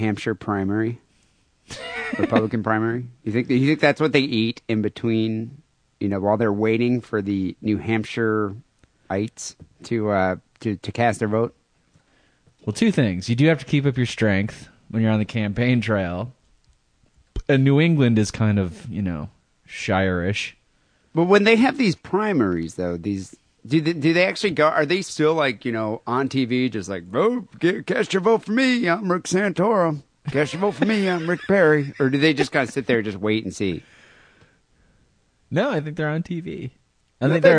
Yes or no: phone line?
yes